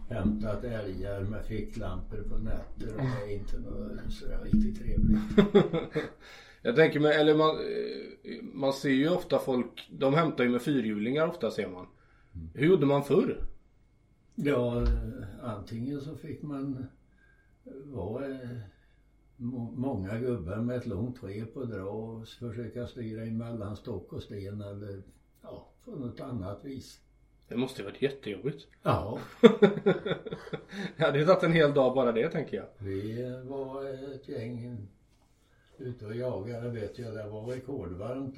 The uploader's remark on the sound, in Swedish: Vi hade viss strul med ljudet men vi har gjort så gott vi kunnat och hoppas att det ska fungera ändå.